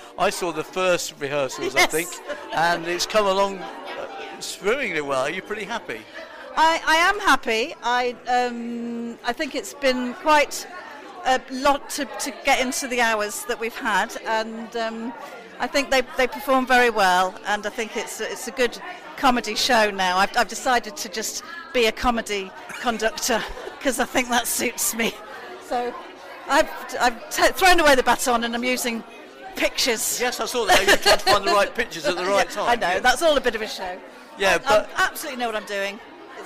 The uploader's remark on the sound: This episode was recorded at Leicester’s de Montfort Hall on the evening of March 5th 2022 when a special event took place, organised by Drum and Brass.